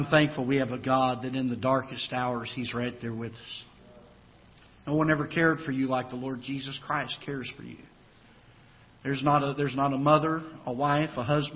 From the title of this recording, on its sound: Ketha Heights Baptist Church ~ Live Broadcast